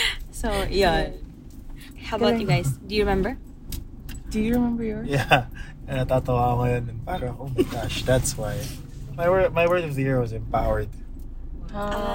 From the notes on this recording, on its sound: it’s our first time to record inside the car - roadtrip style!